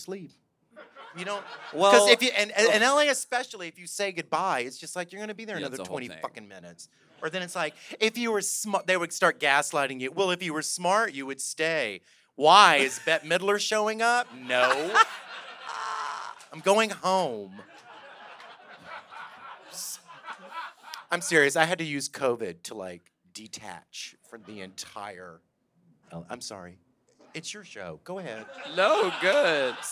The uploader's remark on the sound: LIVE on stage at The Virgil in Los Angeles